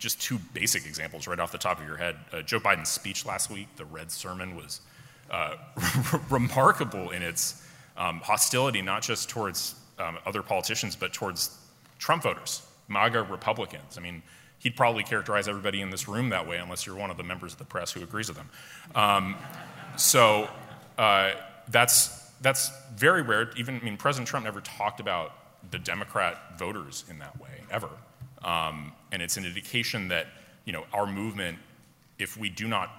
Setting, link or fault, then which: setting, live audience